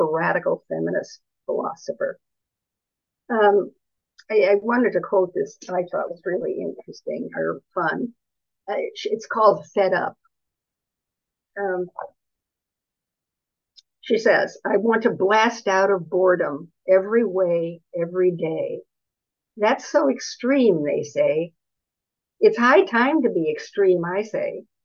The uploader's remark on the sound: A live webinar. Part of our weekly webinar series, Radical Feminist Perspectives.